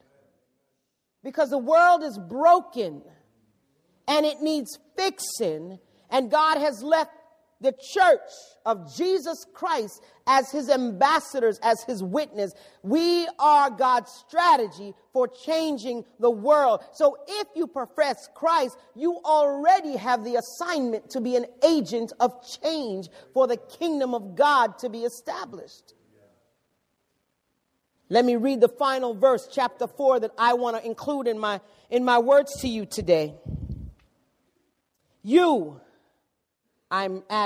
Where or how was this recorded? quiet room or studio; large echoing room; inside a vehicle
large echoing room